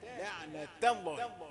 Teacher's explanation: التاء أخذت من لفظ الجلالة التفخيم